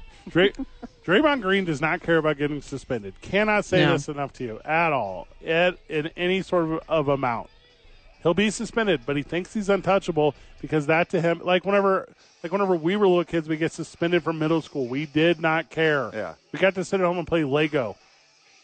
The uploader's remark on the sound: live from ABQ AXE